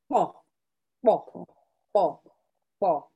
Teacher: The letter P sound in the Yoruba language, you pronounce it with a K before the P. So it's KP, it's a KP sound.